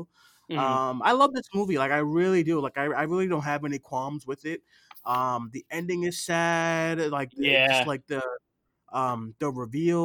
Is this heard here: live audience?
no